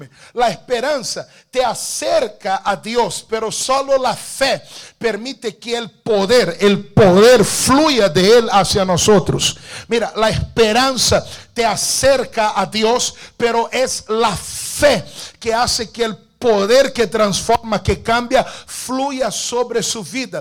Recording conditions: large echoing room